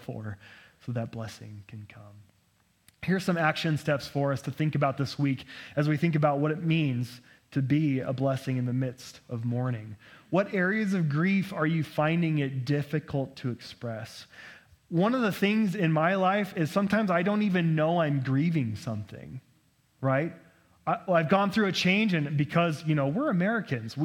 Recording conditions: large echoing room